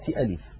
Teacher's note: ألف هي عبارة عن همزة مفتوحة، لام مكسورة، فاء ساكنة، أي ليس فيها حرف مد، فلا مد في كلمة ألف.